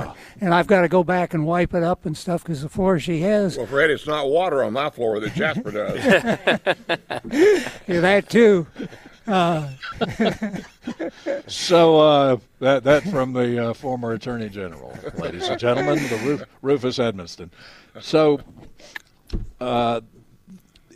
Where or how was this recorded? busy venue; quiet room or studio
busy venue